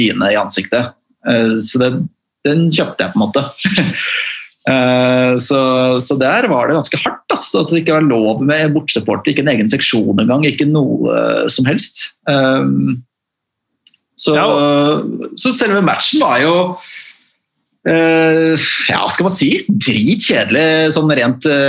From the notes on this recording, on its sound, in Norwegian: tar seg en Zoom-prat